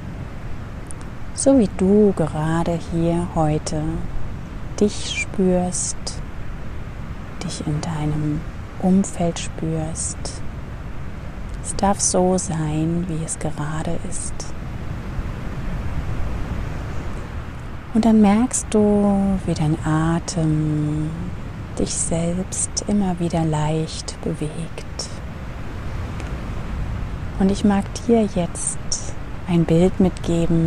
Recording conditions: outdoors